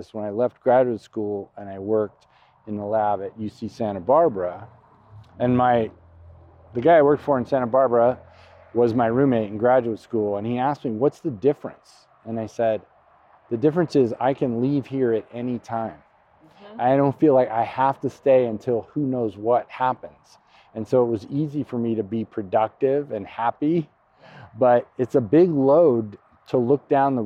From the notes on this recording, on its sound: Walk and Talk. Both live in the Bay Area, we had never met face to face. I suggested we meet up for a hike and record some stuff along the way.